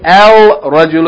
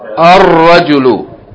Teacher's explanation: We're going to double the first letter, Ra. · Shown in: second take · Because Ra is from the letters of Shamsiya, solar letters.